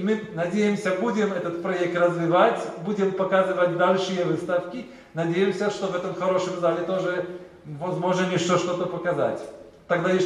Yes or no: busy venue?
yes